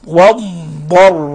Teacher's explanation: مخرج الضاد من حافة اللسان مع ما يلي من الأضراس العليا، والضاد حرف استطالة وحرف مفخم وحرف اطباق وحرف مستعلي، فلا بد من أن نضغط عليه فهو يمتد في مخرجه.